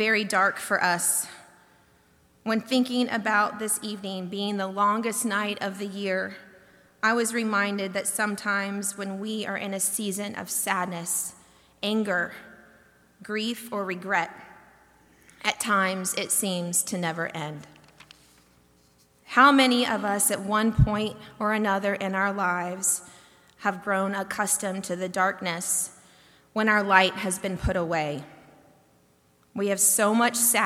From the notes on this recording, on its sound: delivered during the Longest Night Service on December 21, 2023